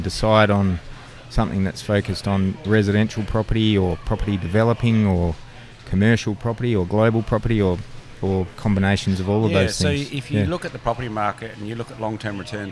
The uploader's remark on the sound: Dowerin Field Days are always filled with excitement, the hustle and bustle of the crowd. This particular episode is recorded at Dowerin Field Days 2022.